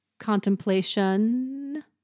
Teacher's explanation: the N, the closing consonant, might be really sung quietly to the point where you don't hear it